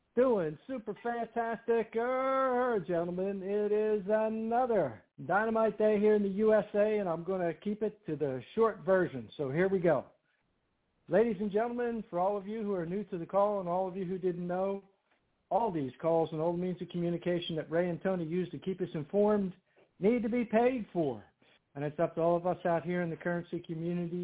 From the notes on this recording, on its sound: TNTSuperfantastic Conference Call